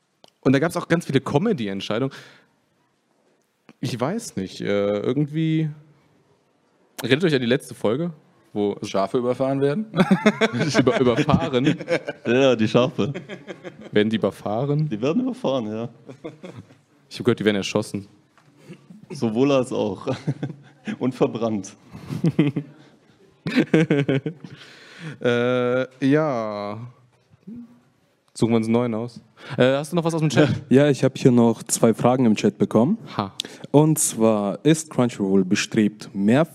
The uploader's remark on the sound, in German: Für die diesjährige Connichi haben wir uns etwas ganz Besonderes überlegt. Dies ist die nachbearbeitete Aufzeichnung auf unseren Kanälen mit Trailern und den Fragen des Publikums.